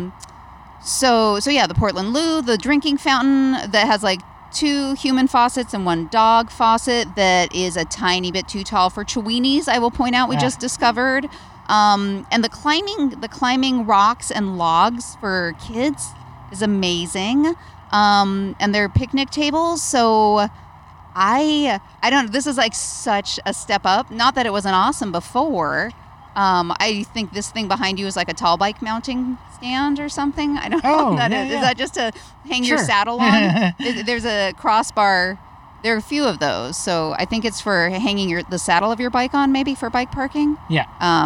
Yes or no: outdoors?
yes